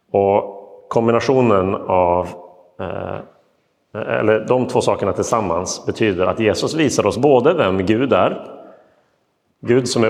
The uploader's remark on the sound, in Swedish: Inspelad i Roseniuskyrkan den 31 augusti 2022.